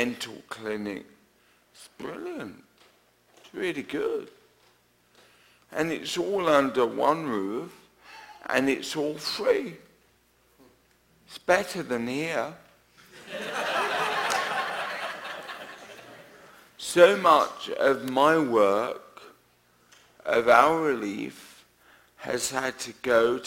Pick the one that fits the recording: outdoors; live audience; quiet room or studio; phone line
live audience